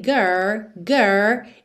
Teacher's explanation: começa pelo R, girl, girl, e depois põe o L